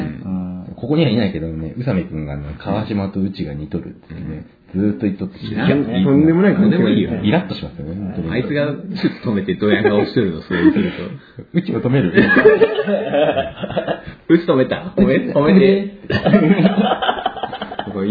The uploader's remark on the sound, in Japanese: 収録時間が長かった為、音質をいつもより落としてあります。聞き取りにくいかもしれませんが、ご了承ください。